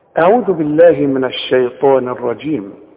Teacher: الطاء هي المفخمة، والطاء من اعلى الحروف المفخمة لان بعدها ألف